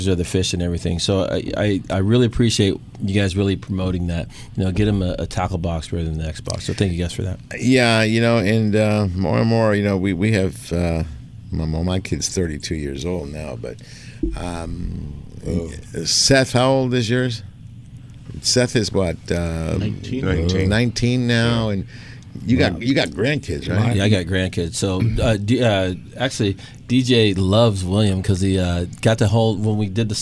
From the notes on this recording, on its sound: "LIVE" from Angel Stadium in Anaheim, CA